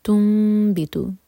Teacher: نون میم میں چینج ہوا کیونکہ اس کے بعد با آ رہا ہے، تو یہ ہے اقلاب.